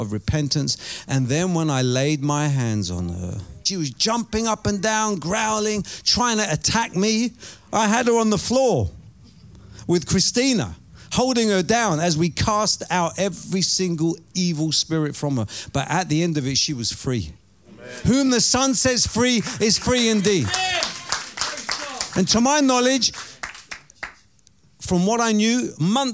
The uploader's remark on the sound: Preaching at Oasis Church, Watford, England.